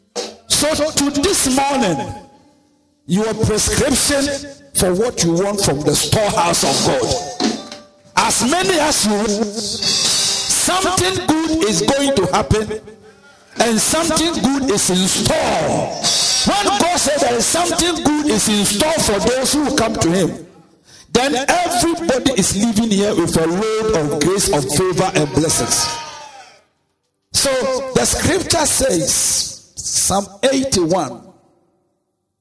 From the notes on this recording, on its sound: preached at Come and See Sunday Service